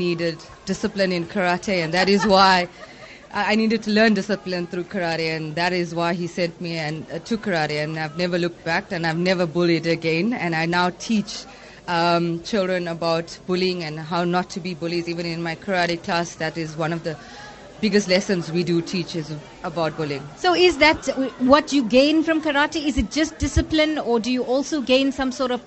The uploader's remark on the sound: Live broadcast from the 2017 SA Karate Nationals. Superb performances by 600 young karatekas as they battled it out for national colours in karate.